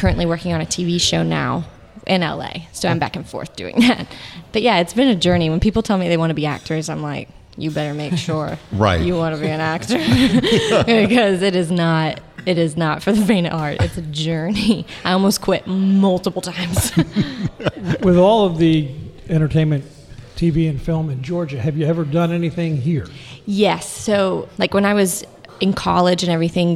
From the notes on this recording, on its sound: Thanks to Station Coffeehouse for letting us use your beautiful space to record!